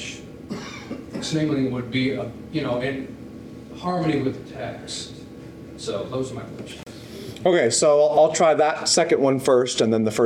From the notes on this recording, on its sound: questions and comments from the audience